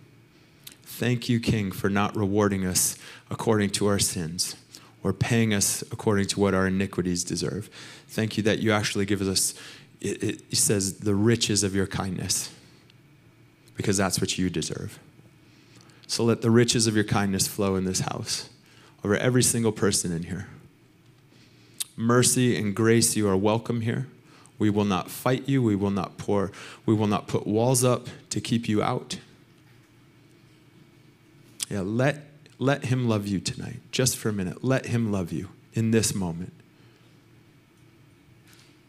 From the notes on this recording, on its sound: Recorded sunday evening service at Reunion Hawaii